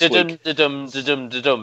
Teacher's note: It, it's described as like the um, dum of a uh, human heartbeat. So it's an unstressed syllable followed by a stressed syllable.